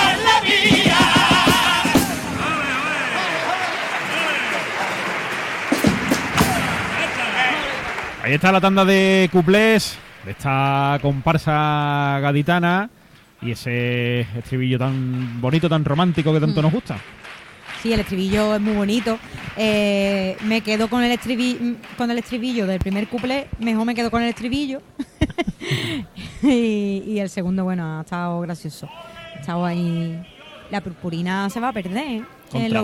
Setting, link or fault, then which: setting, live audience